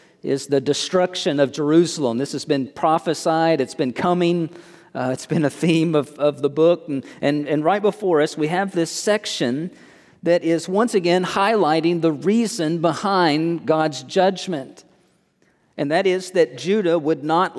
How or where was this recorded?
large echoing room